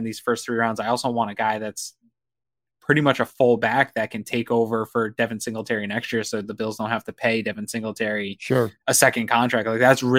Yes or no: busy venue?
no